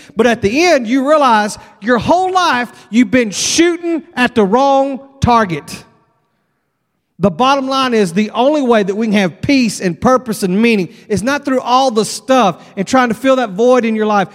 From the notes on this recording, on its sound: at Broadway Baptist Church, Lexington, Kentucky